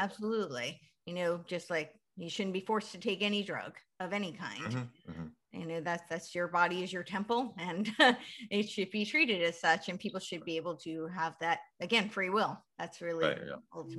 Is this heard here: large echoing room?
no